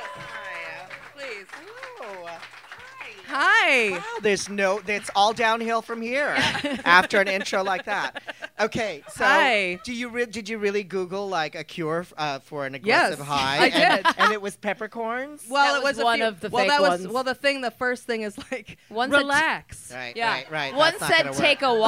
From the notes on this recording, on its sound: Record their first podcast LIVE at The Improv in Hollwyood. Surrounded by 5 or 6 actual fans and about 35 close frenemies. In front of a live audience.